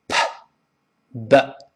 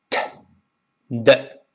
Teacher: 都是气流憋住之后突然间喷出来的。 · Term: 爆破音